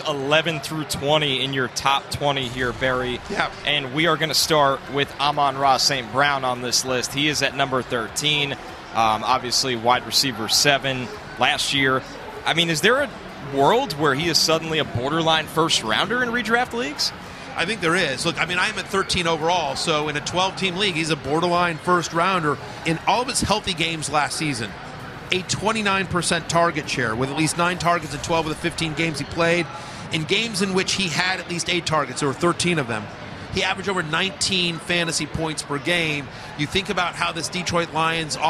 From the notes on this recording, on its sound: Live from Churchill Downs